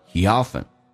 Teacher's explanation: He 跟 often 元音跟元音之间还有连音